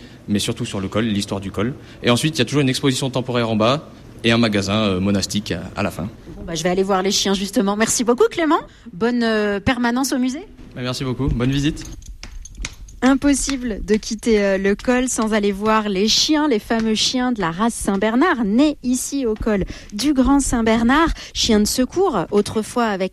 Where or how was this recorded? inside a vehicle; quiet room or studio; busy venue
busy venue